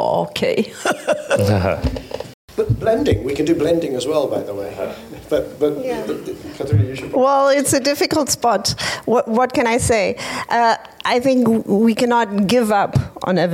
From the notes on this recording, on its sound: In this special live podcast—recorded at an event organised by Agora Energiewende, the Regulatory Assistance Project, Energy Cities and FORESIGHT Climate and Energy.